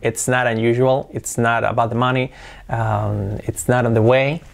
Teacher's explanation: la T como una R suave